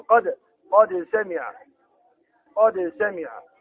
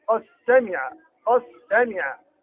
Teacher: أدخل الدال في السين، يعني أدغم الدال في السين · Shown in: second take